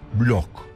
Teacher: B ile L arasına ünlü harf sıkıştırıp kurtuluyoruz bu eziyetten. L harfi de ince olacak.